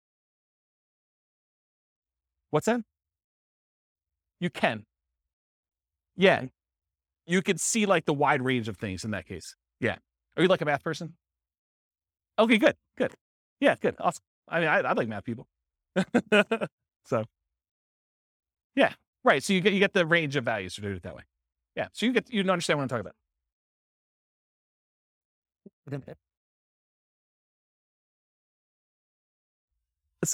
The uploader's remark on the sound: This was a live class recorded